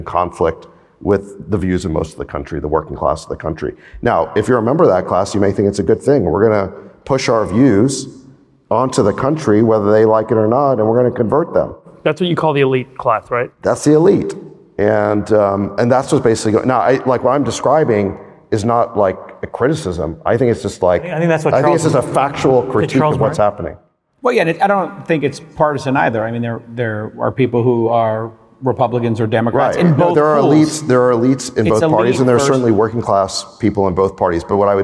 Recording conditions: live audience